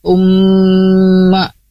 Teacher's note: Tumma, nah di sini ada mim bertasdid ya sahabat MQ, di mana ketika ada mim bertasdid, nah ini hukumnya adalah gunnah asliyah ataupun gunnah musyaddadah ataupun wajibul gunnah, di mana di sini dengan tingkatan gunnah yang paling tinggi ya tumma ya.